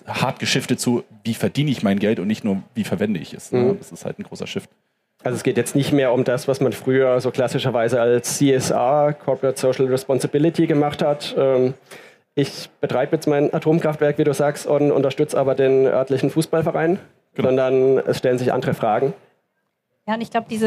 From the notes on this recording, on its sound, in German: auf der Bühne der Frankfurter Buchmesse